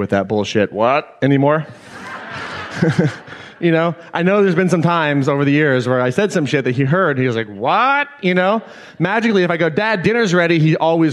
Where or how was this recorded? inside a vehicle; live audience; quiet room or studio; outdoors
live audience